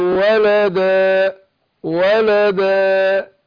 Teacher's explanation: أبين الألف اللي أنا واقف عليه أديله المد الطبيعي بتاعه